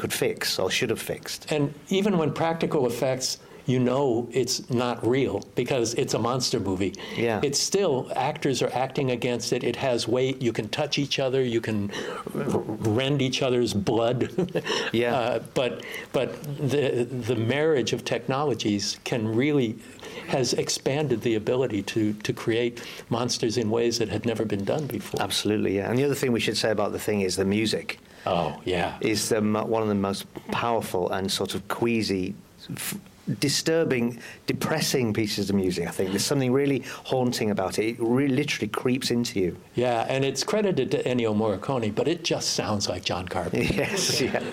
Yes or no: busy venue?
yes